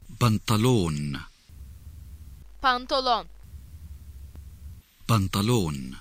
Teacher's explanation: U, uzun seslisi yanında Arapçaya olduğu gibi Türkçeye de girmiş olan yabancı pantolon sözcüğündeki o uzun telaffuz edilmektedir